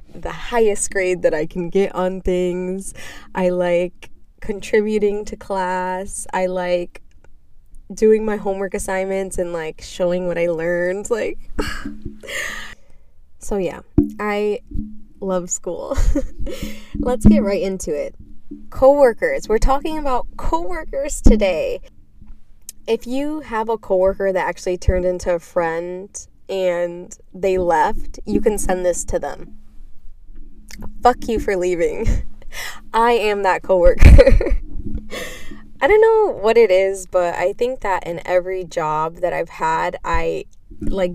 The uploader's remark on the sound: While I sit in my car eating McDonalds breakfast.